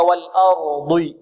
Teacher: والضاد مفخمة، وإن كانت مكسورة، وإن كانت مكسورة فهي في أقل مراتب التفخيم